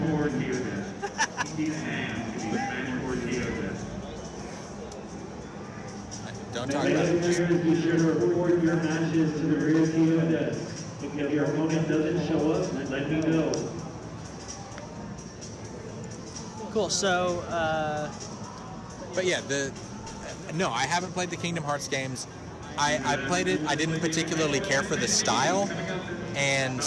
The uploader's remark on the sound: Live from Let's Play Gaming Expo! We are LIVE from Let's Play Gaming Expo.